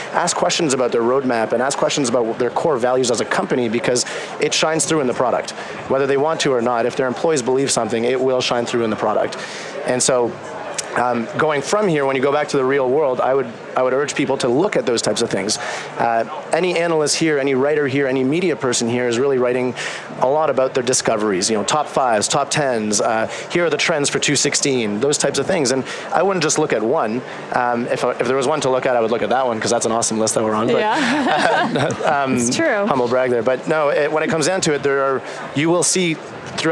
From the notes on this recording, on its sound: LIVE from Las Vegas, at #HRTechConf